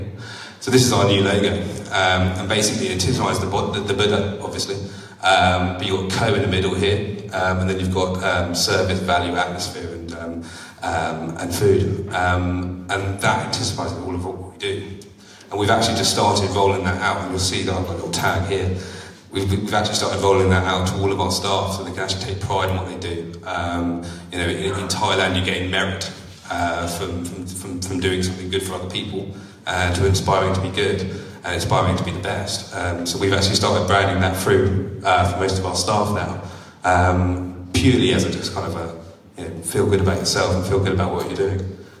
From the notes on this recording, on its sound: a taste of one of our 'live' events